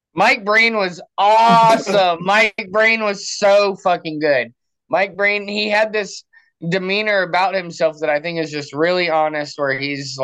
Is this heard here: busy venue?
no